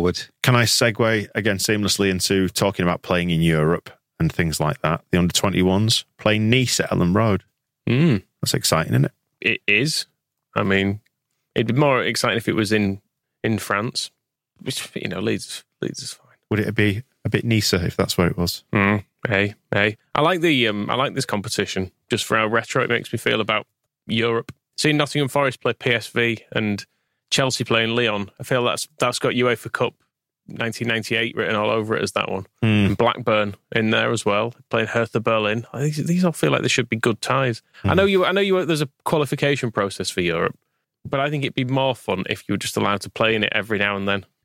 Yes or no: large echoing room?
no